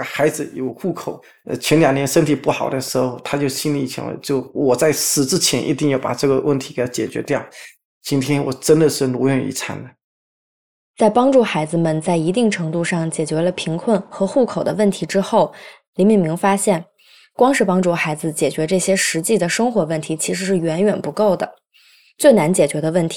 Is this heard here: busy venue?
no